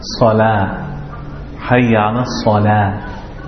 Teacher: Sometimes the ha, when it comes at the end of a word, people miss it out completely, leave it out. So for example, they say salah, hayya ala salah, without any, did you hear any ha in the end?